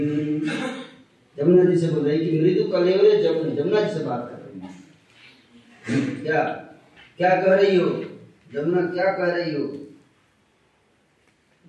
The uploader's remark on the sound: Jagannath Puri Yatra 2020. Audience : Camp devotees.